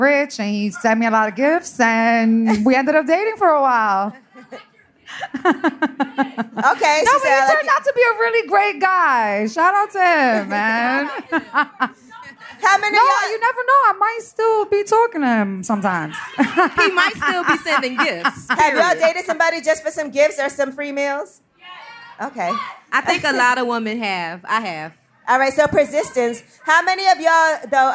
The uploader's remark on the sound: Shoutout to everyone who made it out to see us at this years Roots Picnic in Philadelphia! An amazing live episode. Brought some fans on stage to teach them some riding lessons.